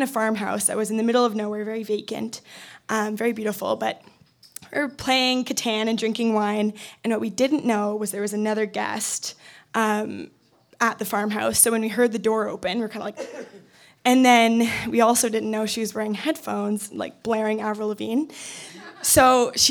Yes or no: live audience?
yes